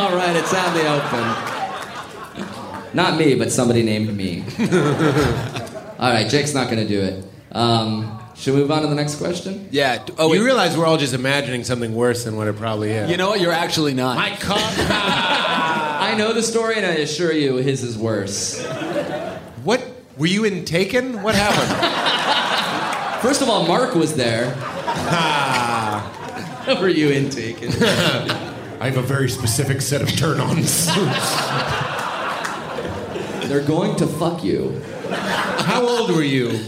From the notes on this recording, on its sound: Joins us at NYComicCon for our first LIVE podcast recording.